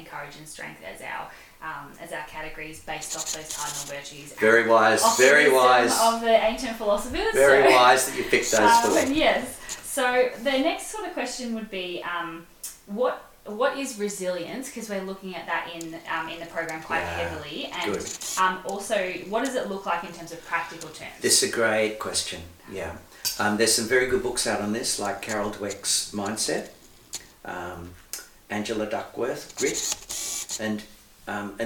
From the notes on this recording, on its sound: Please bear with us as we had some technical difficulties in recording this episode, and so the audio during the interview isn't the best.